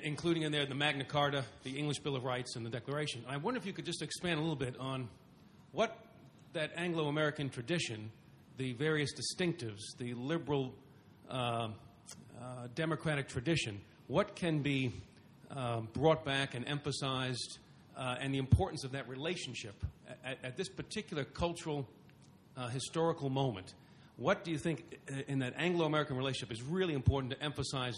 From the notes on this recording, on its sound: TNC/SAU Conference. Responds to the questions and comments of conference panelists and audience members.